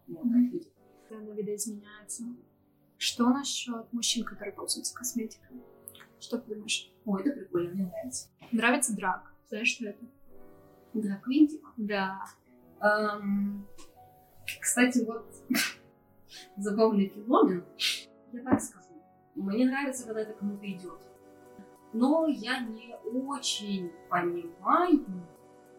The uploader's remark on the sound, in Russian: У данного выпуска специфичный звук из-за формата "интервью в гостях", а так же были небольшие технические накладки с аппаратурой, поэтому небольшой дисклеймер и извинения перед любителями чистого звука.